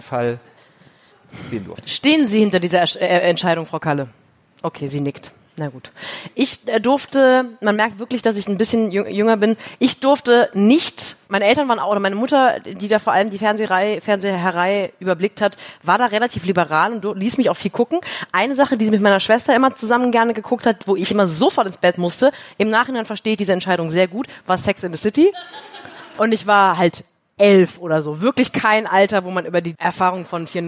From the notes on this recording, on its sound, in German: Live in Hamburg. "Die Schaulustigen" haben ihren Podcast das erste Mal live vor Publikum aufgezeichnet, im Hamburger Mojo Club bei der Langen Nacht der ZEIT.